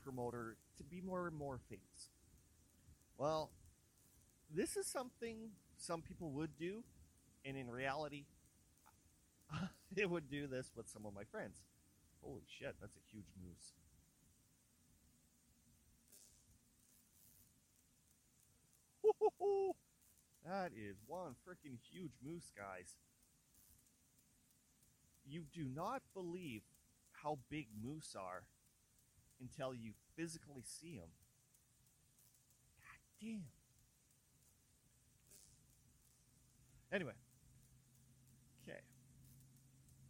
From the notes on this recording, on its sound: It sounds clearly now. It's been a while since I had my mic but I'm very happy with the results except it's a little quiet.